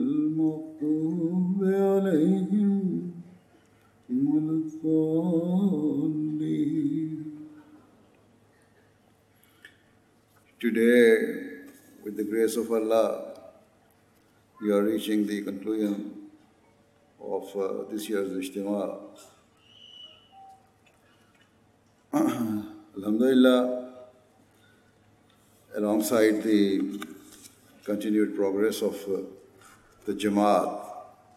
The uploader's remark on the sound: Address at National Ijtema 2019 of the Ahmadiyya Muslim Women Association UK